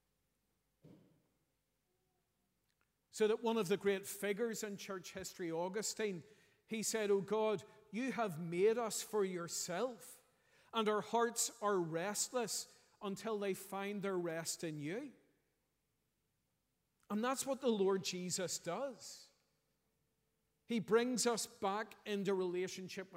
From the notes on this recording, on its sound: preached at our morning harvest thanksgiving service